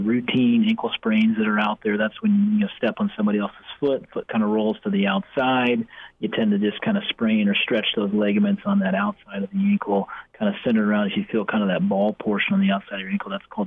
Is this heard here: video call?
no